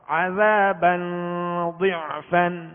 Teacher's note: زال کو نرمی کے ساتھ، اس میں سیٹی کی آواز نہیں آئے گی